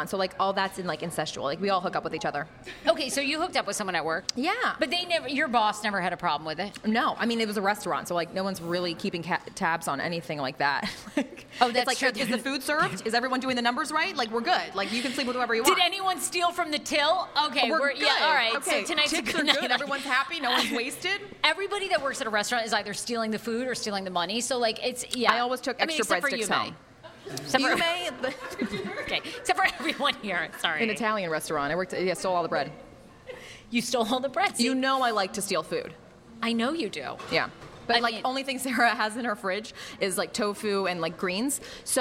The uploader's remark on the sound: Last week we did a live pop-up podcast at Yume Sushi in Arlington, Va for some of nearest and dearest fans.